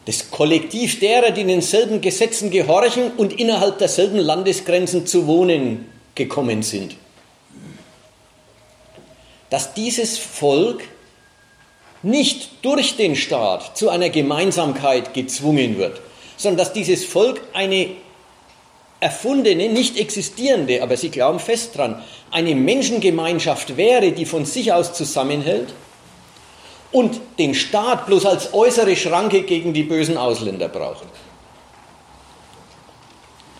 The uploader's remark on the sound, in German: Mitschnitt eines Vortrages